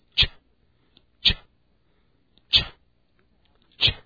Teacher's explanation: 小写的 t 念成 t 跟 sh 在一起呢，我们就发成 ch 的音，而不要念成 tsh